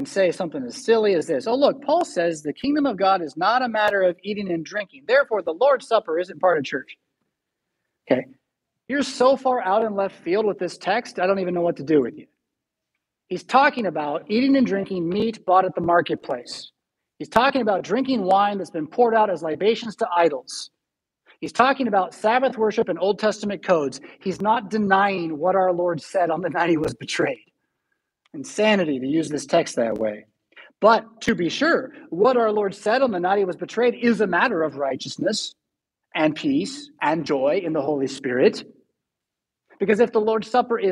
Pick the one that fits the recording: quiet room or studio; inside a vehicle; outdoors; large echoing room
large echoing room